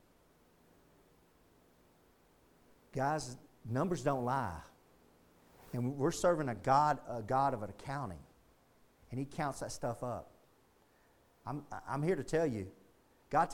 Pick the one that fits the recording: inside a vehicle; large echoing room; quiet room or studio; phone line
large echoing room